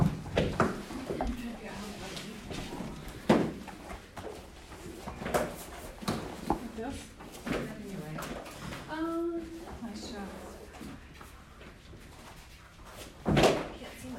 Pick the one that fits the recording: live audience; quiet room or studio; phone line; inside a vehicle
live audience